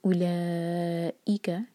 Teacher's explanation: واؤ کو نہیں پڑھنا تو واؤ پروناؤنس نہیں ہوگا